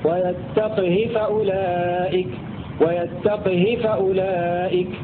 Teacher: روى بسكون القاف وكسر الهاء بدون صلة حفص · Term: بسكون القاف والقصر